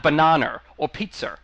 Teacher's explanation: I'll put R's on the end of words that don't have them · Term: the intrusive R